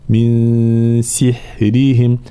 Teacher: في كلمة من سحرهم، طبعا حركات الكسر مبينه هنا، ثم طبعا الراء مرققة وبقية الحروف كذلك مرققة